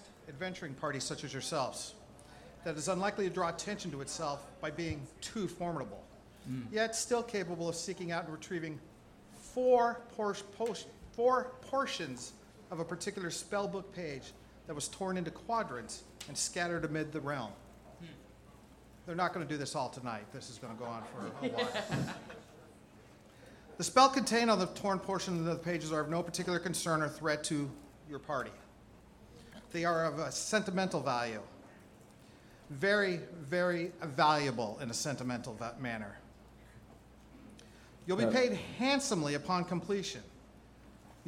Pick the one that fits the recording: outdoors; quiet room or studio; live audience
live audience